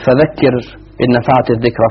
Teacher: تكون الراء إذا وقفنا عليها مرققة، وإذا وصلناها مرققة